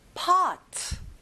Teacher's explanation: 오 소리가 아니라 어 소리예요.